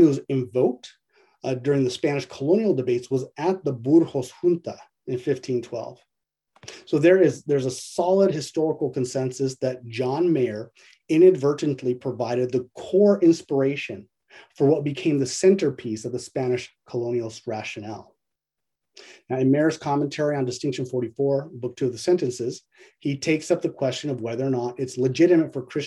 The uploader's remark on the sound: A webinar lecture.